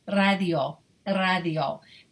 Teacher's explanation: It's almost like taking the tongue and just tapping at the top of the mouth.